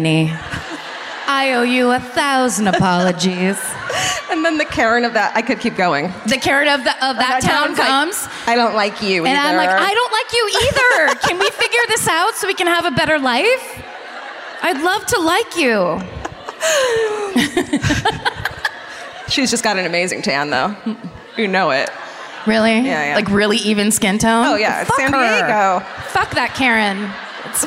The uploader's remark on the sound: Live at the Civic Theatre in San Diego.